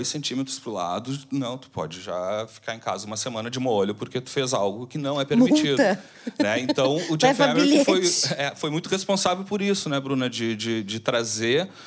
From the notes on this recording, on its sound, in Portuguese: O programa, gravado na Fábrica do Futuro com plateia presencial.